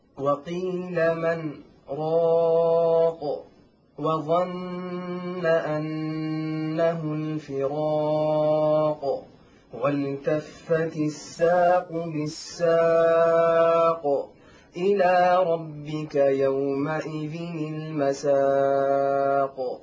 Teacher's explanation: أتى حرف القاف وقفنا عليه فكان فيه قلقلة كبرى